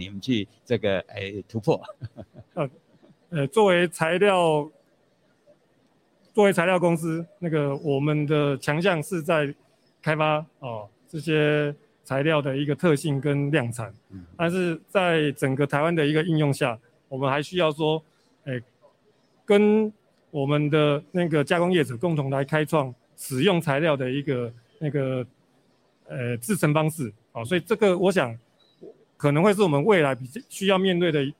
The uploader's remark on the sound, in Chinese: 本集節目於2022年「台北國際塑橡膠工業展（TaipeiPLAS）」展期間錄製，TaipeiPLAS 2022與「台北國際製鞋機械展（ShoeTech Taipei）」9月27日至10月1日於南港展覽館1館同期舉行。